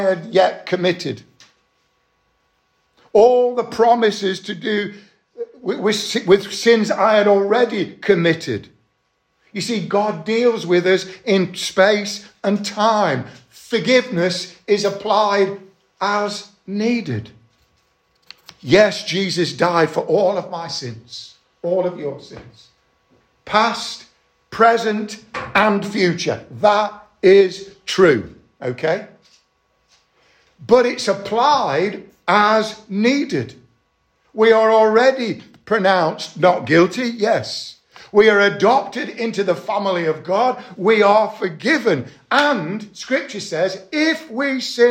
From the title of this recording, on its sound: Estuary Elim Church Ashingdon Evening Service